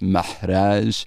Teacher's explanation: I made sure to put H in places where you don't expect to find H in English. So at the end of a syllable or at the end of the word, like the word for man in Dothraki is mahraj, and the word for sand in Dothraki is pesah, like that.